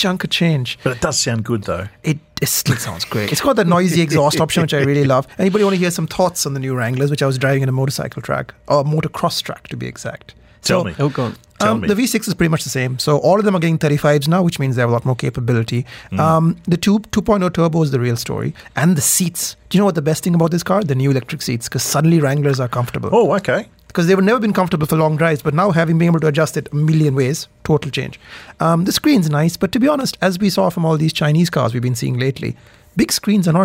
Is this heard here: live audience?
no